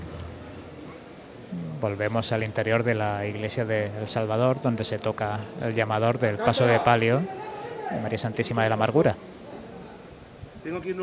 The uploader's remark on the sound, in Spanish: Retransmisión en directo del Lunes Santo en Jaén en el año 2023.